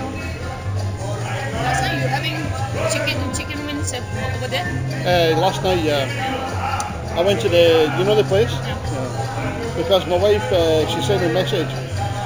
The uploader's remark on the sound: I am recording at the bar